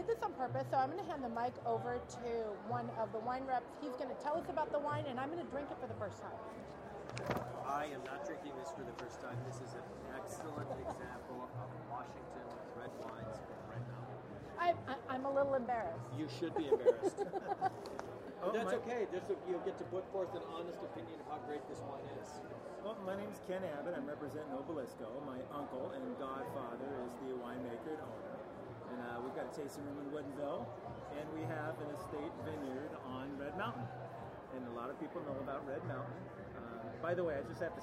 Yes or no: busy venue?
yes